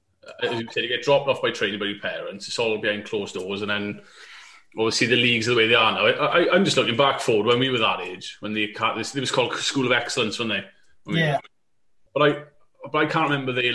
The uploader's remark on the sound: Via Zoom